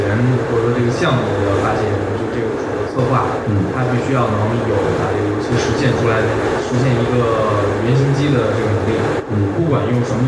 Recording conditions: poor sound quality